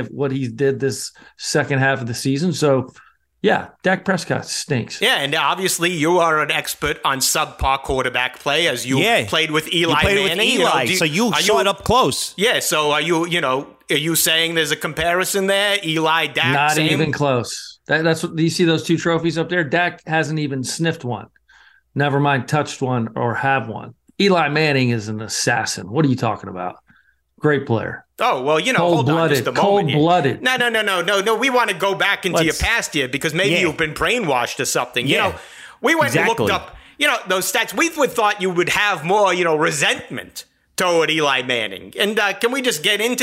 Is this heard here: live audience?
no